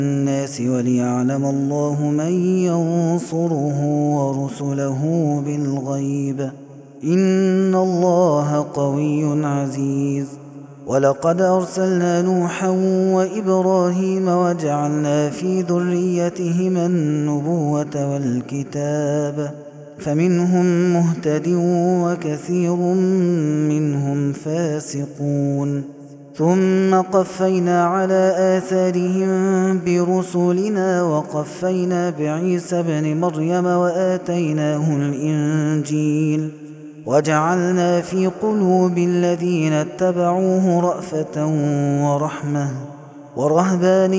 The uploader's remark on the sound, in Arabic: هذا التسجيل من صلاة التراويح